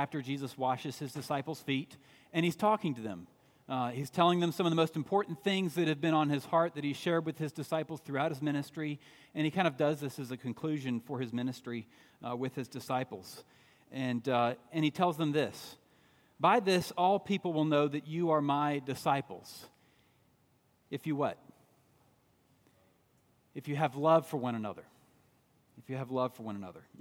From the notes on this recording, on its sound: At Redeemer Presbyterian Church in Charleston, SC, on Sunday, June 23